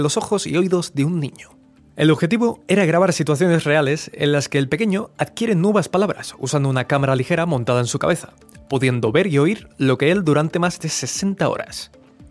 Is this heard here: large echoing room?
no